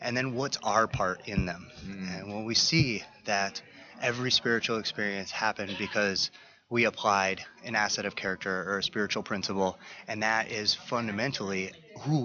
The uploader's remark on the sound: broadcast from the 40th Annual NAADAC Conference in Seattle, WA - September 2014